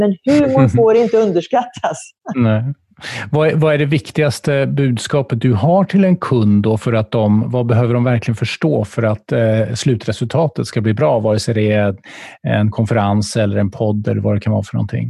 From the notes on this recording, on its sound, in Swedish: Samtalet spelades in via Zoom.